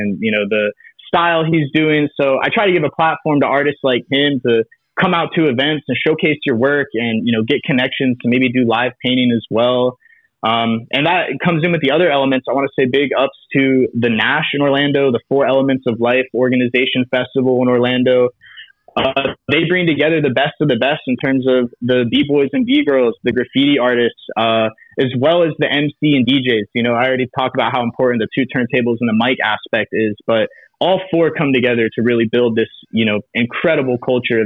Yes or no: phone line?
yes